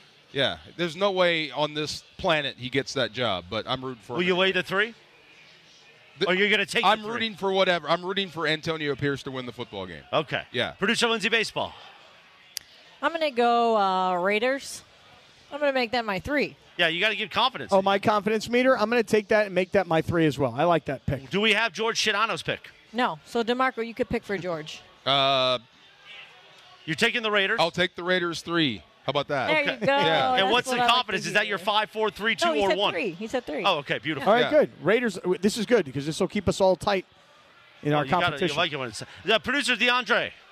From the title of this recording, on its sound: LIVE From Yaamava!